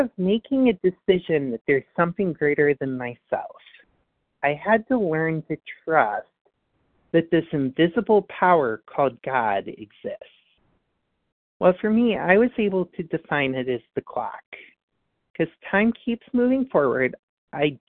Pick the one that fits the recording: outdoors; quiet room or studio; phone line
phone line